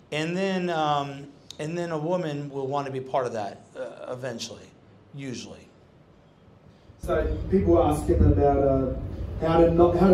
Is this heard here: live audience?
yes